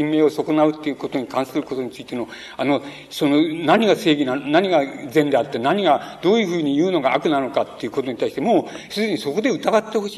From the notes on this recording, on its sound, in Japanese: 場所：山梨県立文学館講堂。山梨県立文学館で行われた シンポジウムにおける講演。音源は主催者提供。